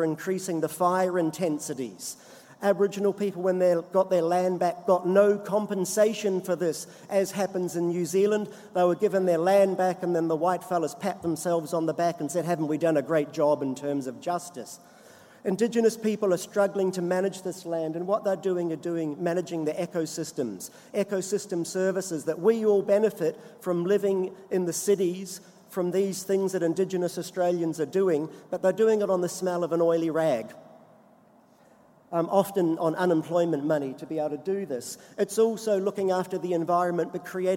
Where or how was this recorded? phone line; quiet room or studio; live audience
live audience